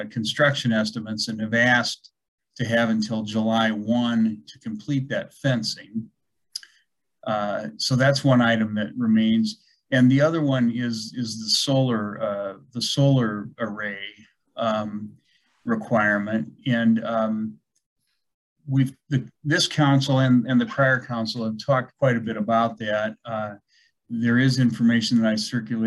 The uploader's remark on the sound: Was held on Zoom due to the pandemic.